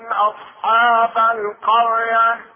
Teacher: هنا تكون الراء ساكنة بعد فتحة. أصحاب القرية تكون مفخمة.